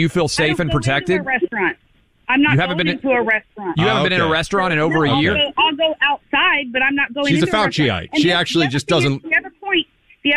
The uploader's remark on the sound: A spicy phone call